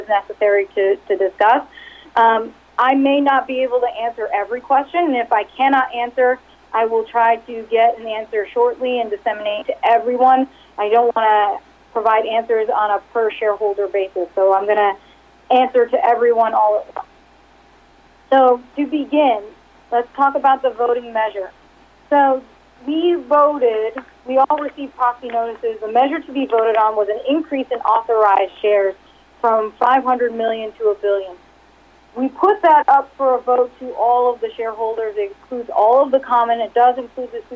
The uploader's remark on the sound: Progressive Care Conference Call for Q3 2019